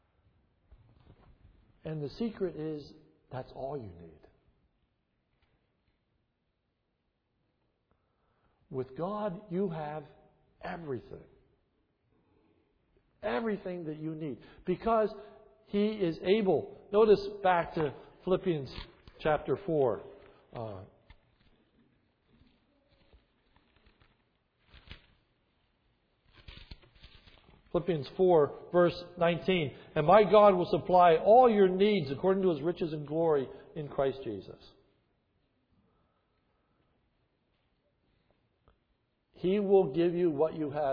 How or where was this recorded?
large echoing room